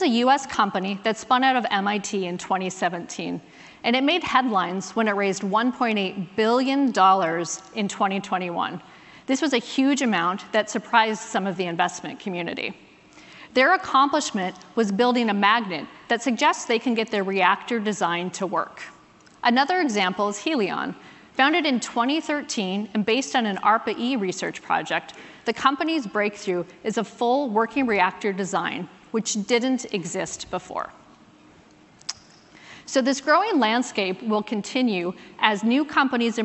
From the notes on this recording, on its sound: Recorded at an event held back in May.